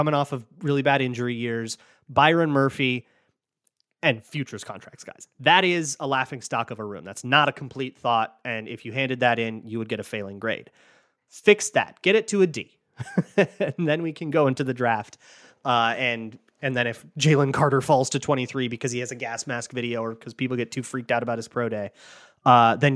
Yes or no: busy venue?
no